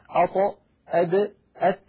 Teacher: نجد بأن اللسان يقرع نفس المكان عند النطق بهذه الأحرف الثلاثة